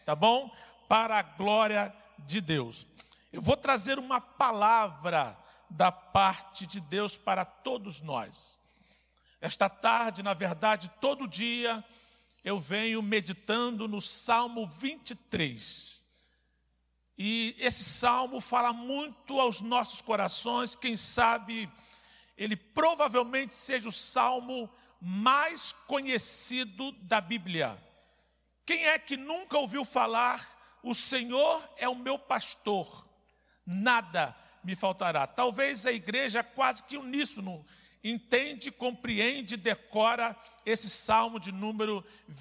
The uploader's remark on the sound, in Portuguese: CULTO - AO VIVO